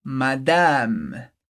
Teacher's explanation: presta atenção que não tem o som nasal, a gente não diz madame, mas madame.